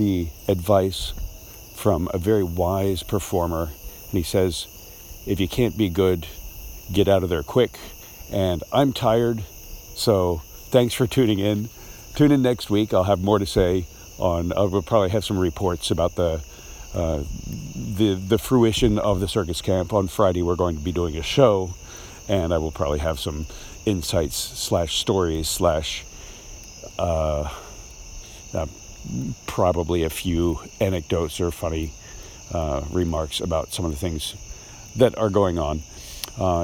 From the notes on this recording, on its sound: Recorded while walking down the double yellow lines down the middle of his neighborhood’s main road at midnight.